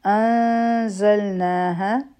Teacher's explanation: د نون ساکن نه پس ز راغله، دلته کې به اخفا کو او دوه سیکنډ ټایم به ورکو او بیا به مونږه ز ادا کړو.